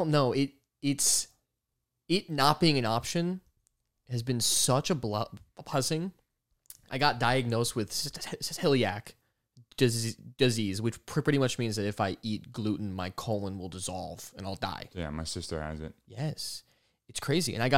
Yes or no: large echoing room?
no